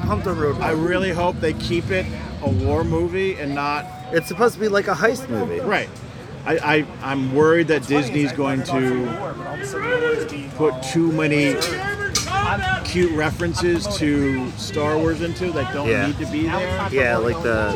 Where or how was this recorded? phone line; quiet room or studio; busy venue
busy venue